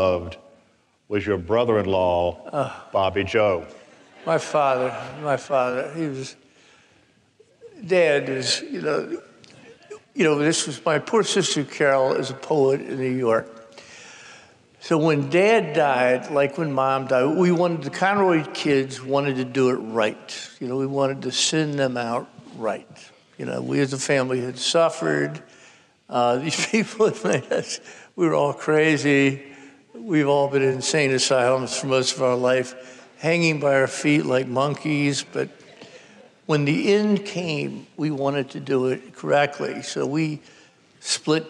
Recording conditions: live audience